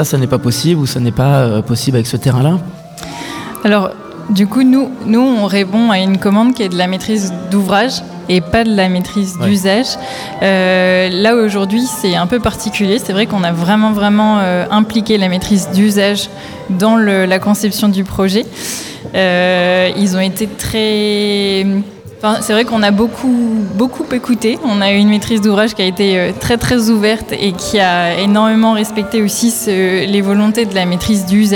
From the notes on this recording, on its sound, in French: En direct du nouveau chapiteau permanent Le Plongeoir